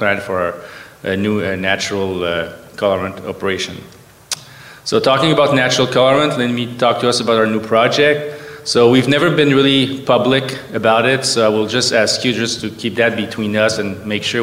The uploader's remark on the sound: Live from the floor of ABLC - the leadership conference for the bioeconomy